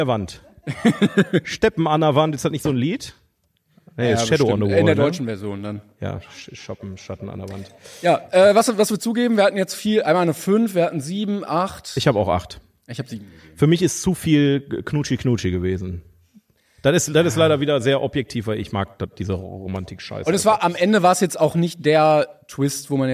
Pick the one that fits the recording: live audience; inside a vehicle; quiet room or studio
live audience